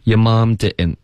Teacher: 一般 Brooklyn 的口音都会鼻音比较重的